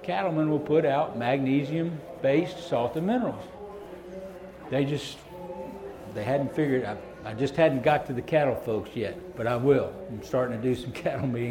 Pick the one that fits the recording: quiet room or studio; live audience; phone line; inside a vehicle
live audience